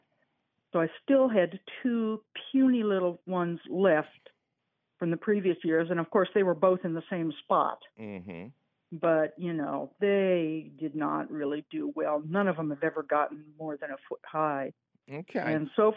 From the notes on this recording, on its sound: your fabulous phone calls!